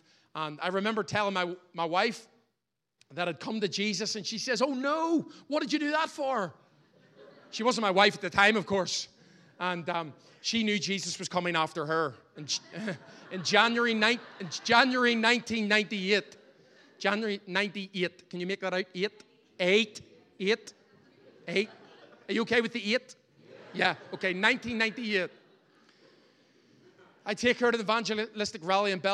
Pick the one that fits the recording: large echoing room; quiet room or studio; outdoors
large echoing room